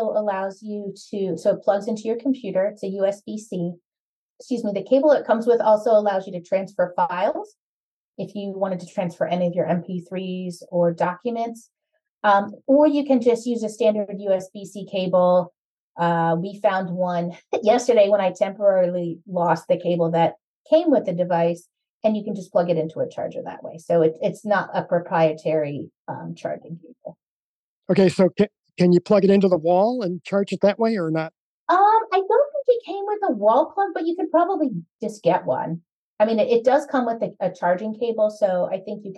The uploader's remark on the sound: delighted to welcome two presenters to our inaugural Zoom